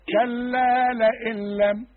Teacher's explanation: النون اللي بعدها لام، ما فيش غنة أبدا. وإحنا قلنا قبل كده كأنها غير موجودة أي نون.